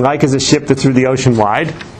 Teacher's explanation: you can see that the accents are falling on the even syllables, 2, 4, 6, 8, and 10